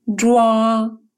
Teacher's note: В финале «уа» произносится как сочетание русских звуков «уа», где «у» очень короткое